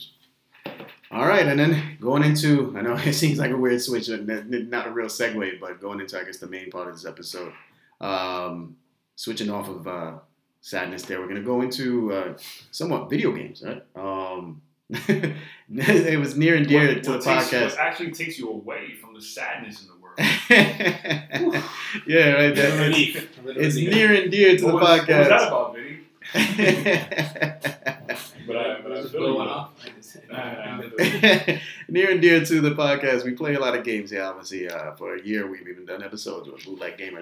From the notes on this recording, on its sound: Please excuse the audio as always...